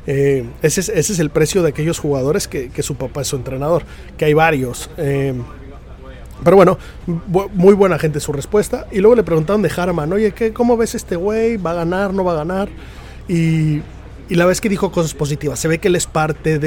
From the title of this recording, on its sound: Live From The Open 151 st Dia 3